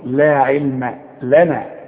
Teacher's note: العين واللام والميم مرققين